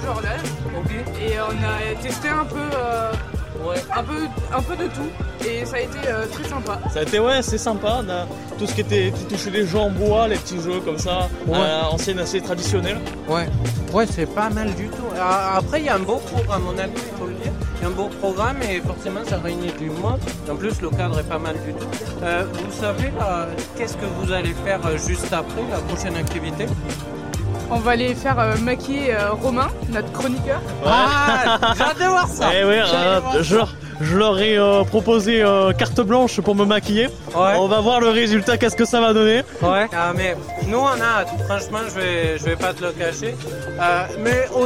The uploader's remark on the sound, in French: en direct de "Jeunesse en fête"